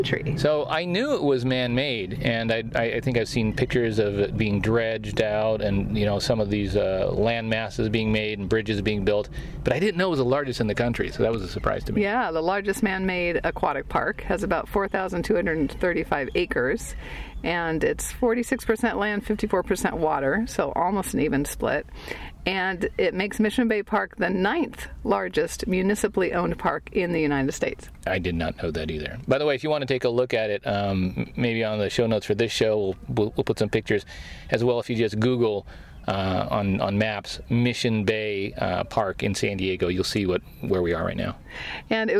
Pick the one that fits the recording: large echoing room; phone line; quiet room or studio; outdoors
outdoors